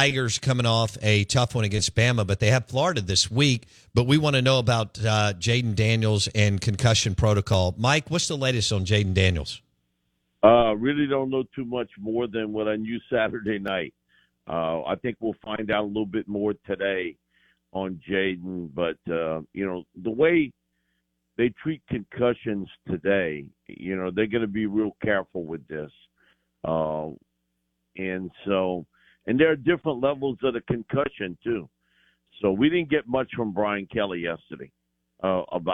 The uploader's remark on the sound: Joins the show on the Farm Bureau guest line talking about the biggest news in college football live in the BankPlus Studio.